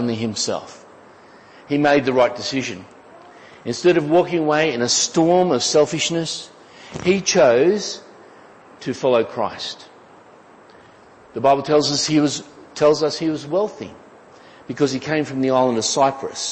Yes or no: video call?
no